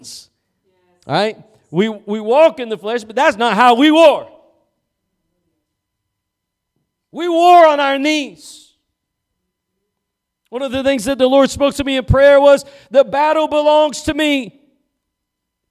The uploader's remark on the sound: Preached at Gospel Lighthouse in Bossier City, La.